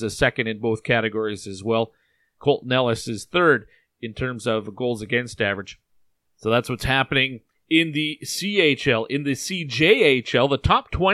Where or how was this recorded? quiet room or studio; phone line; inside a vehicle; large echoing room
quiet room or studio